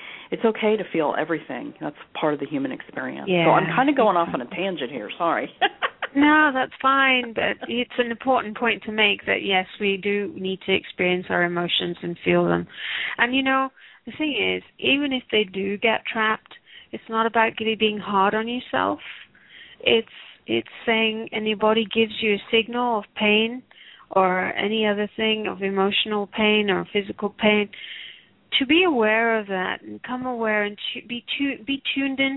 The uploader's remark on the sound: Takes your calls for healing live today!